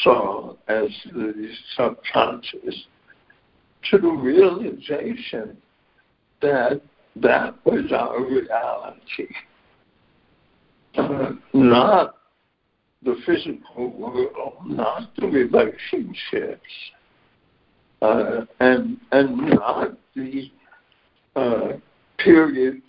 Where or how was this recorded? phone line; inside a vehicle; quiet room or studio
phone line